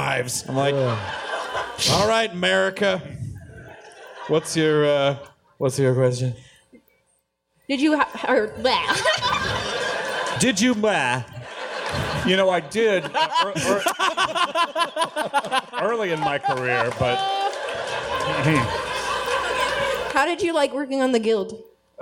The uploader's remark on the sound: The guys interrogate each other live in Phoenix, Arizona!